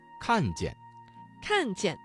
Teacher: 看见这个词中的见读成了轻声